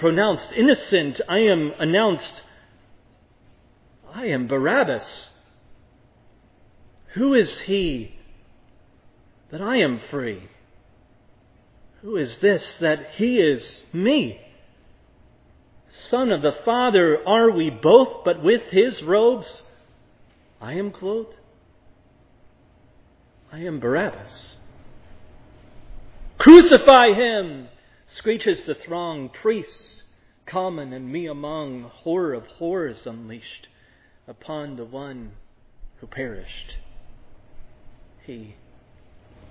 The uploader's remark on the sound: This sermon was preached at Providence Church on August 21, 2022.